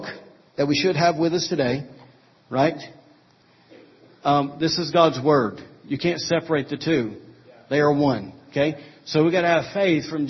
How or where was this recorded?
large echoing room